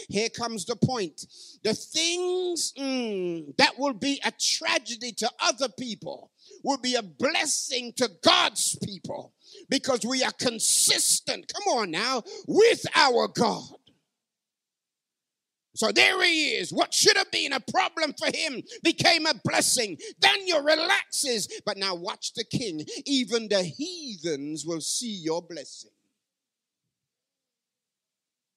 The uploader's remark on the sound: Live from Parkside Community SDA Church 2023.